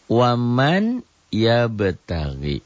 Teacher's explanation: bunyi N-nya menjadi seakan-akan tidak ada, jadi hilang, berubah menjadi huruf sesudahnya. Huruf salah satu dari yanmu ini, ya, nun, mim, wau, disertai dengan dengung dan ditahan. · Term: idgham biguna